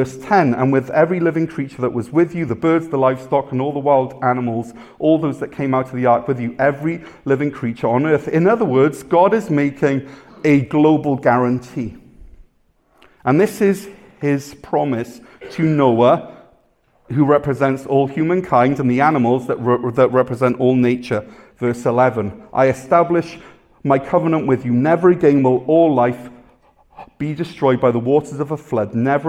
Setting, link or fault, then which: setting, large echoing room